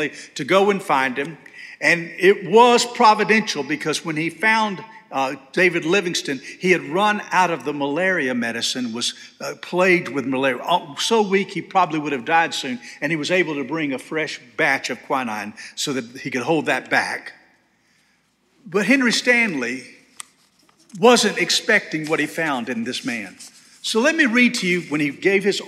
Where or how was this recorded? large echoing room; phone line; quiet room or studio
large echoing room